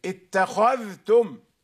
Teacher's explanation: فظهور الذال هنا يدل على أني قرأت بالإظهار، واختفاؤها يدل على أني أضغمتها في التاء بعدها.